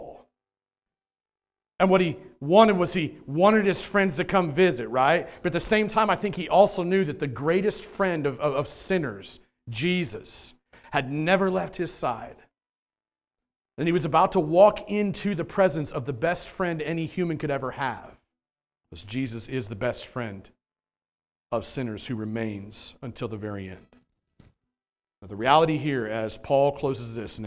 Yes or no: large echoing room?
yes